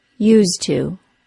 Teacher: first the D sound in the middle gets dropped. Used to becomes used to.